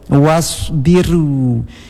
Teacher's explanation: Kemudian wasbiru, lafadz ra di sini dengan tarqiq, karena sebelum ra tafkhim didahului huruf yang berbaris kasrah atau ya mati, maka ra dilafadzkan dengan tarqiq